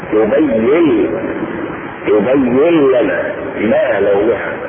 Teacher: هذا الإدغام بغير غنة مع اللام